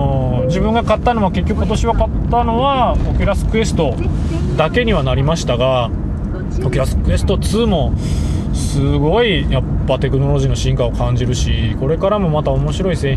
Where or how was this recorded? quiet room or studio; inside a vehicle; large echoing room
inside a vehicle